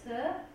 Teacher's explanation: ist konsonantisch, ist stimmlos, ist Frikativ, ist ein Frikativ und ist zudem auch noch gespannt